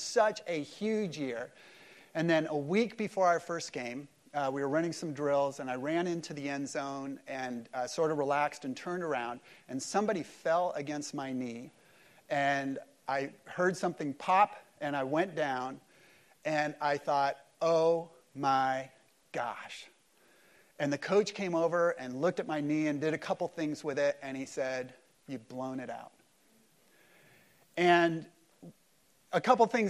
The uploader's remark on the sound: Easter service at Mariners Church Huntington Beach